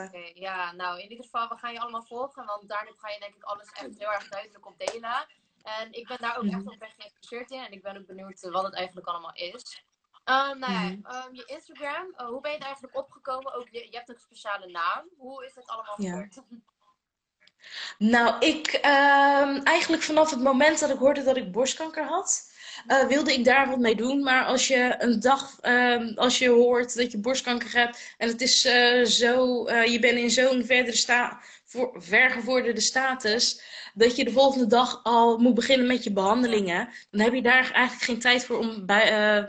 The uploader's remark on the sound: Instagram Live